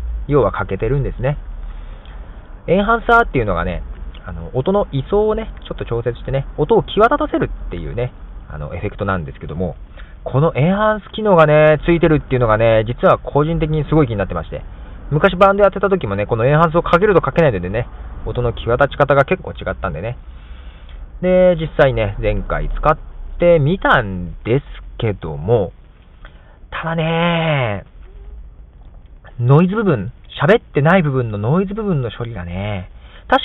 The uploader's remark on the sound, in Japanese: ステレオ録音をしたのがいけなかったのかもしれないと、今回は音質が落ちる、iPod+iTalkのモノラル録音に戻したんですが。